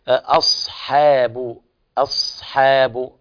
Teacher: أصحاب تفخم الصاد، كذلك الحاء فيها الانفتاح وعدم التفخيم